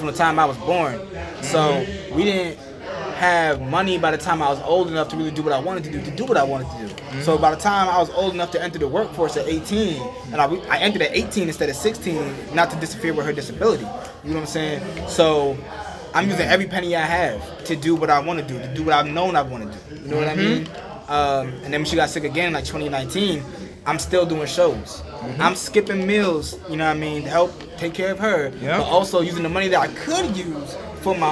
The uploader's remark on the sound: During the Black Cannabis Juneteenth event at HUB-13 Trenton NJ.